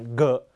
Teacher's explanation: ghกับตัว gออกเสียงเหมือนกันเสียงก้อง